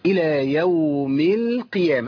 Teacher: القاف هنا مكسوره وضعيفه جدا